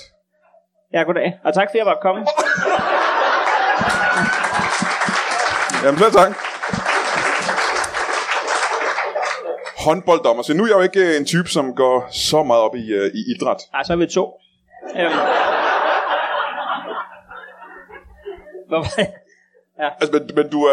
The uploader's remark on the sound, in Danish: LIVE fra Kolding. Optaget foran et levende publikum på Tobbers i Kolding. Optagelsen er et par år gammel men blev kasseret da vi mente at lyden ikke var i top.